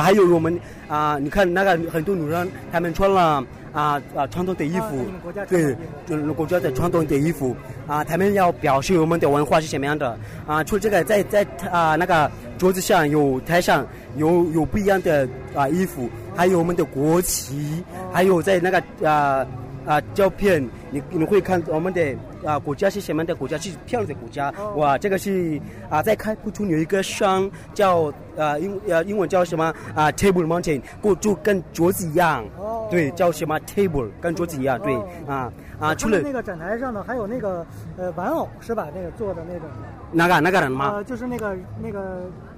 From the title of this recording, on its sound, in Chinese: 2014北京科技大学文化节现场报道